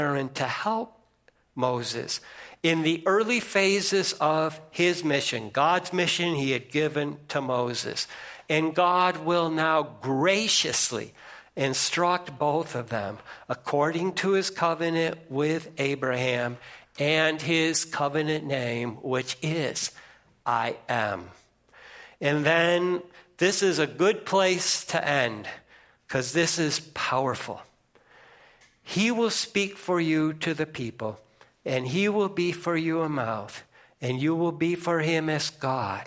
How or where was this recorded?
large echoing room